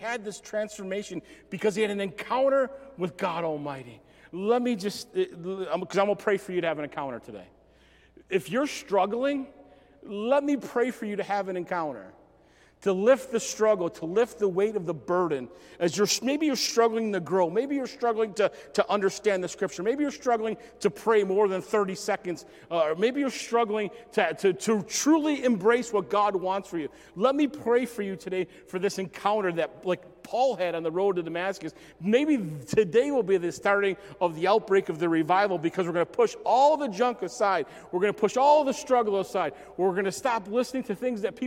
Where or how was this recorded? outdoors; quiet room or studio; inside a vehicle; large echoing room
large echoing room